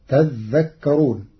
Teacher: قرأ ورش كلمة تذكرون بتشديد الذال فتصير تذكرون، فأصلها تتذكرون فأدغمت التاء في الذال بعد إبدالها ذالا.